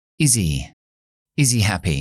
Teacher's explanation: Lo único que haría ahí es la H de he, yo me lo quitaría.